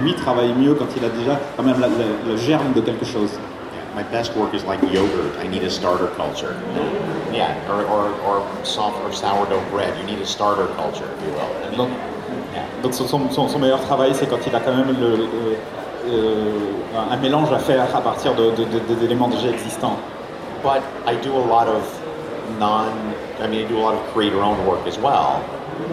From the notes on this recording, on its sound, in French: Seconde conférence du dimanche du TGS 2017. Conférence TGS 2017 : Atelier d'écriture.